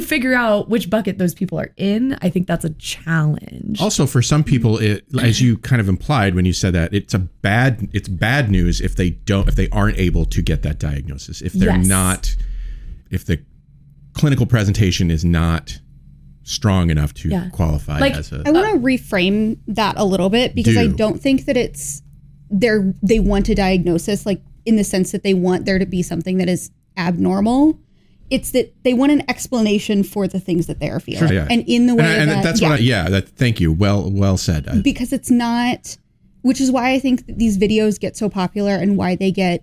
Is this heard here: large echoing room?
no